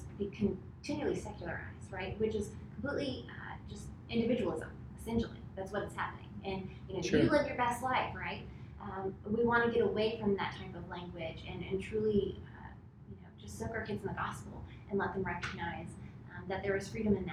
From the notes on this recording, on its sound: Our apologies for the sound quality of this episode!